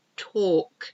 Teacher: we don't pronounce the L in talk. It's T-A-L-K, talk.